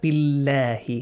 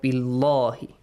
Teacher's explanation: Pronounce the word Allah with a light sound because there is a kasra. · Shown in: first take